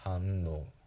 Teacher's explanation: 歯茎の裏に舌が当たって「ん」っていう発音してます